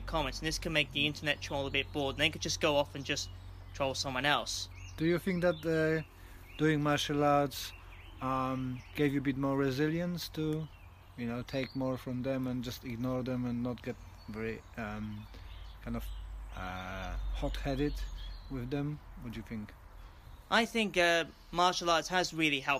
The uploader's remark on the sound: we had to record it outside so you have a nice background of birds